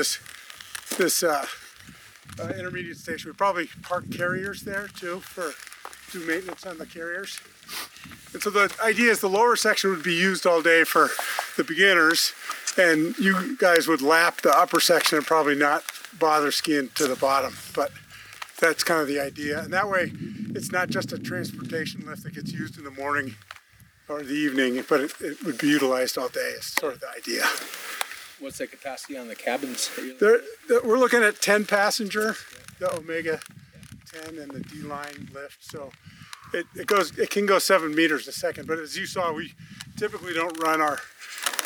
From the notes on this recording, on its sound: Wind affected audio edit, best listened to with earphones.